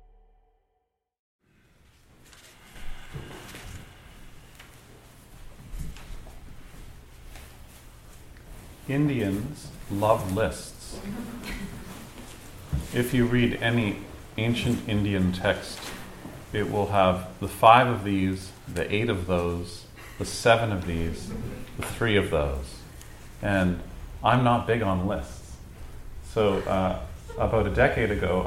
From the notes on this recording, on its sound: These talks are part of a series on the psychology of yoga and Buddhism and were recorded in front of a small group in Toronto in 2015.